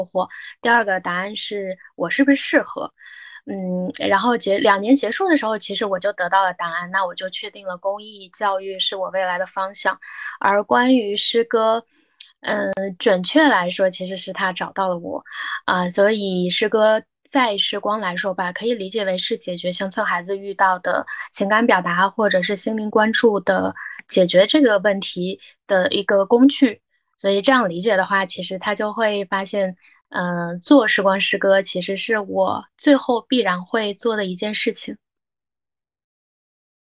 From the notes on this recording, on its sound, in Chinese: 因各位嘉宾分散各个城市，此次音频采用腾讯会议录制而来。